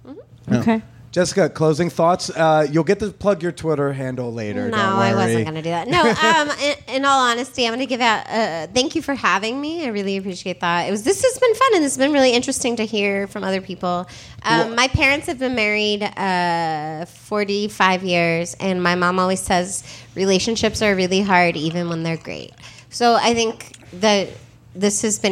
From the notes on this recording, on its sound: LIVE from Los Angeles. My LA live show was no different!